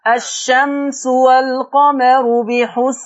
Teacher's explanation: انتبه إلى الميم في لفظ الشمس. انتبه أن هذه الميم ميم مظهرة، ليس فيها غنة، ليس فيها كمال الغنة. خلينا نكون دقيق، ليس فيها كمال الغنة إنما فيها أصل الغنة.